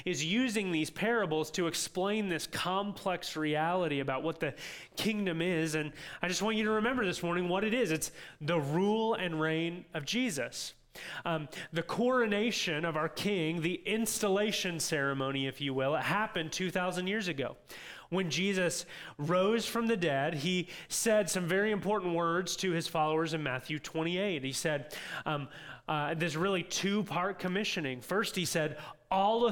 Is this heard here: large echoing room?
yes